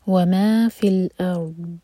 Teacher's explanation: حمزہ light, را heavy اور ضاد پر استطاع. فی الارض، ضاد پر دال کی آواز نہ آئے.